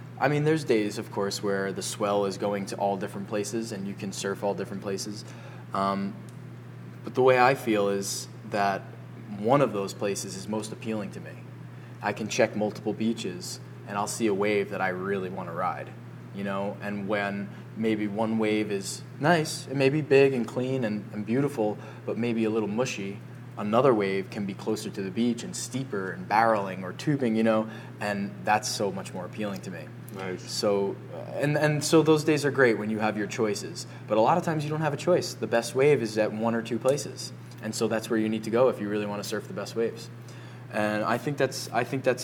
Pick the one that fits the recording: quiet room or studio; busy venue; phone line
busy venue